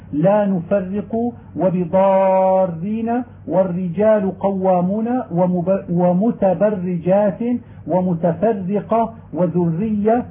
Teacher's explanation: وكذلك إذا كانت الراء مكسورة مشددة أخفيت تكريرها وشددتها مرققة